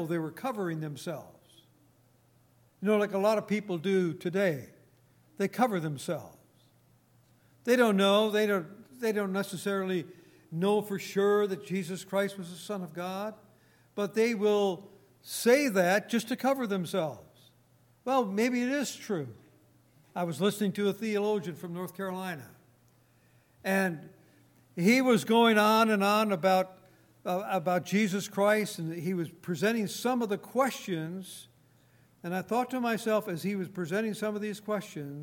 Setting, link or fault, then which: setting, large echoing room